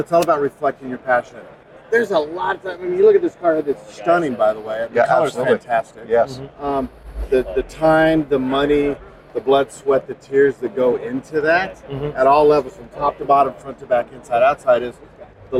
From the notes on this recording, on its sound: LIVE From The Racing Junk Booth. When you are hanging out in the Racing Junk booth, some cool folks stop by. The mics were set to on and the car talk took off. LIVE from the SEMA floor.